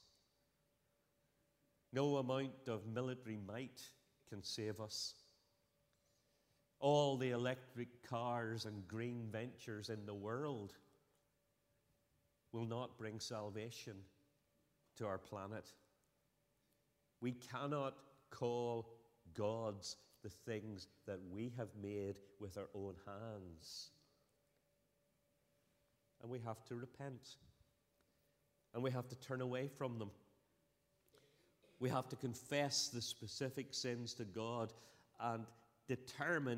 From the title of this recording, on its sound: Sunday 8th October 2023 evening service